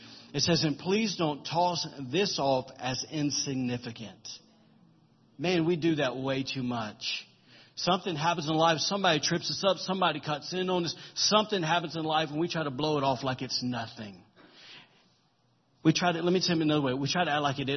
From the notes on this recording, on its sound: recorded during Sunday morning service at Celebration Life Family Church on Sunday, June 4, 2017.